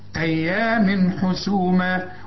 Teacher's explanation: التنوين اللي بعده ح، من الحاء من حروف الإظهار، ما تغنيش